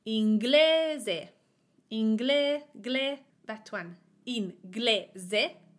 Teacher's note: We have three syllables, in, gle, ze. I am putting the emphasis on the syllable, the vowel, before the last one.